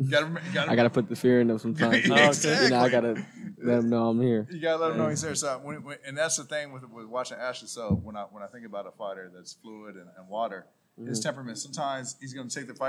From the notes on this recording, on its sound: LIVE from Jackrabbit Boxing gym in Long Beach, CA